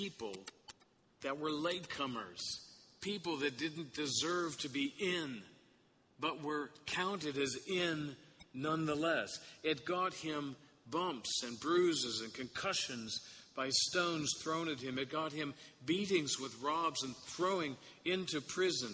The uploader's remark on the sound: Sermon Audio from the Sixteenth Sunday after Pentecost service at St. Francis Episcopal Church.